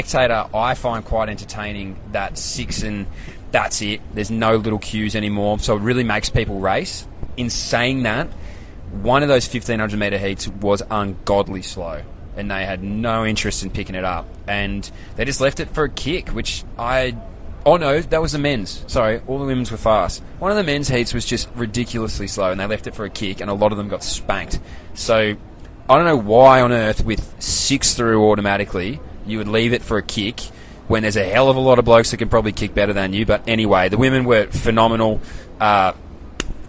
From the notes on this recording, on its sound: LIVE FROM THE WORLD CHAMPS.